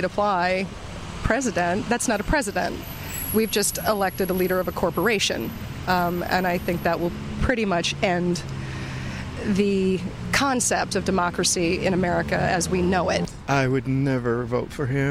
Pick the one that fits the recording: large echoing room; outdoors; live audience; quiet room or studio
outdoors